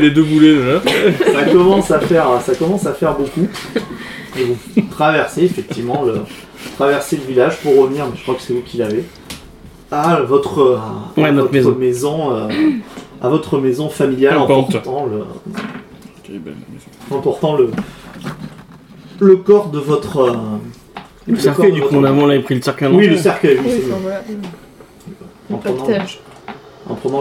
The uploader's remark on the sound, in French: L’enregistrement de la partie a été vraiment amateur. Du coup le son est pas optimal, il y’a quelques bruits parasites et le son n'est pas égale d’une personne à l’autre.